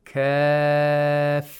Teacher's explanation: We have matul lazim. And we have to lengthen this to six vowel counts